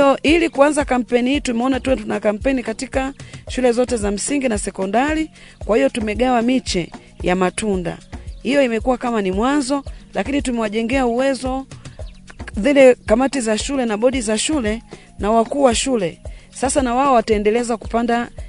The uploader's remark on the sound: This Podcast episode is recorded from the field